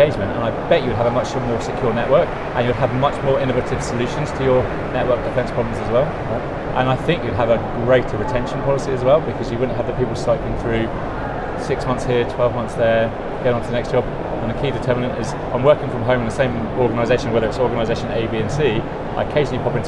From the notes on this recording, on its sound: Infosecurity Europe 2023, London, England. Live on-location from Infosecurity Europe 2023.